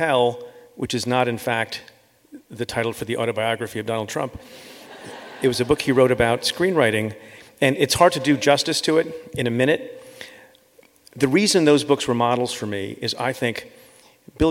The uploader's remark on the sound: Live from Los Angeles